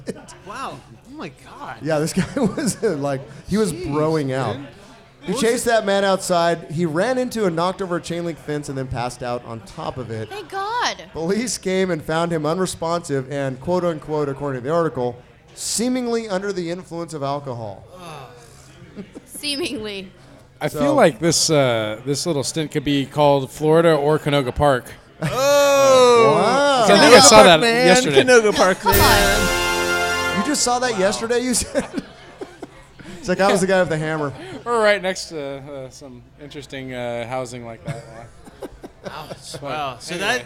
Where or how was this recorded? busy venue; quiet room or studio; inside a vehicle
busy venue